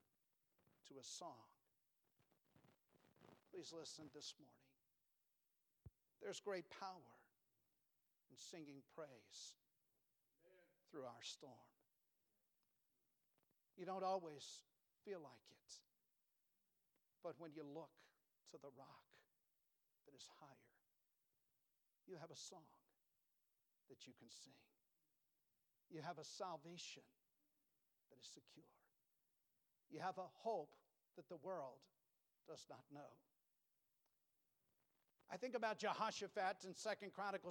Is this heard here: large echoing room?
yes